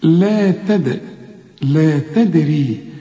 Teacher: الدال ما دام عليها السكون لازم تقلقل